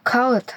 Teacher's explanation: это юмшак Г, которая не произносится в словах, а просто удлиняет предыдущий гласный звук